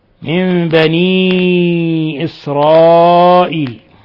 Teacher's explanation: بني إسرائيل هذا مد منفصل يمد من 4 إلى 5 حركات. إسرائيل مد متصل.